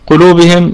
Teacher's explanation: القاف في ثالث درجات التفخيم، القاف من حروف الاستعلاء المجموعة في كلمة خص ضغط قض، هذا هو الشاهد، قض القاف.